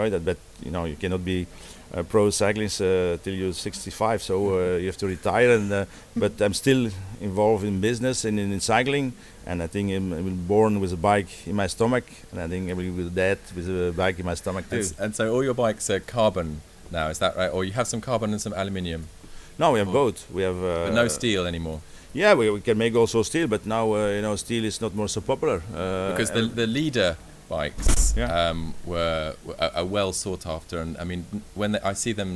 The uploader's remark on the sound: at Cycle 2006, the UK’s biggest cycling exhibition and trade fair.